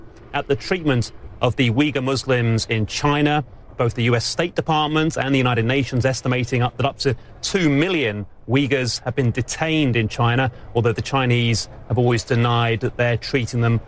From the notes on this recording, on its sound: live from the New York Stock Exchange